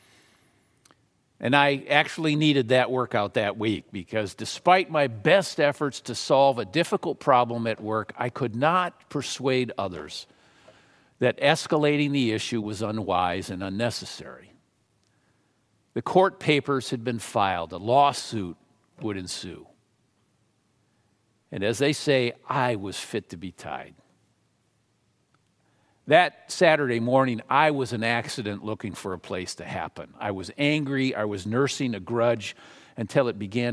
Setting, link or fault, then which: setting, large echoing room